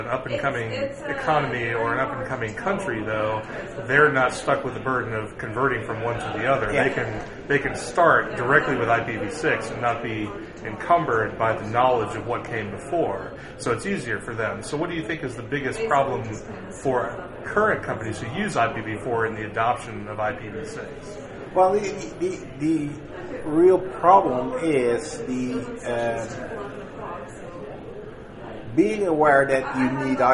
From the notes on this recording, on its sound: at LISA 2010, the Large Installation Systems Administration conference in San Jose, CA